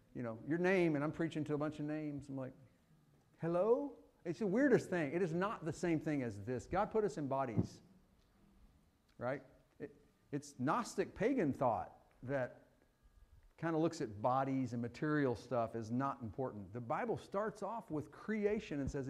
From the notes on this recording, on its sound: Fuquay-Varina church of Christ sermon audio